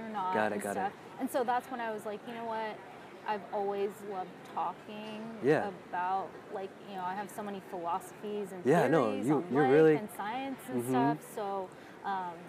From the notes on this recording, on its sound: We recorded the episode outdoors so sorry for the background noise (makes it more natural).